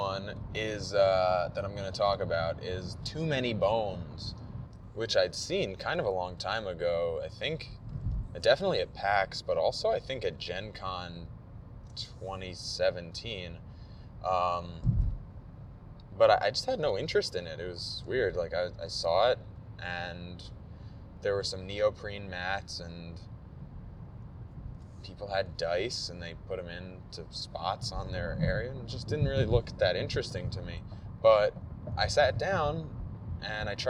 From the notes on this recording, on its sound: PAX Unplugged 2018. Yes, while driving (to explain the road noise).